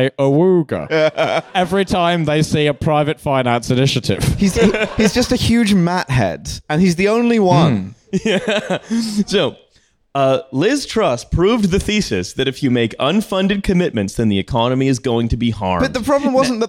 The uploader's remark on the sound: TF Live in London. We had a live show at Between the Bridges near Southbank Centre on a very rainy night.